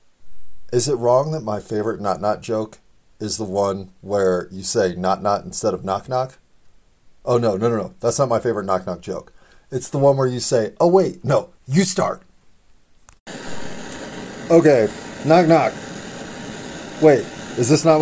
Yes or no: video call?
no